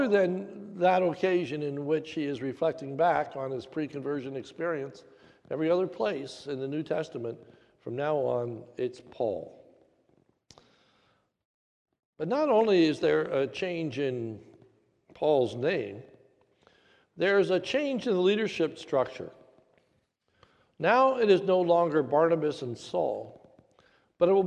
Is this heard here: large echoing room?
yes